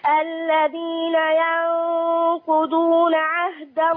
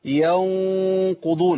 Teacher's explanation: انا عندي النون هنا مخفاه في القاف